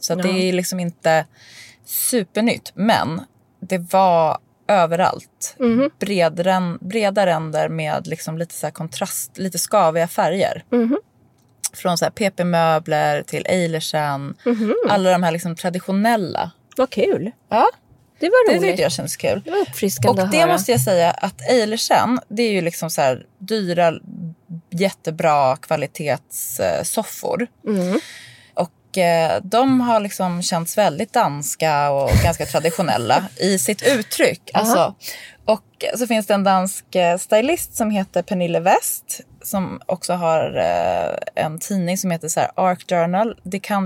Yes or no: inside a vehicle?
yes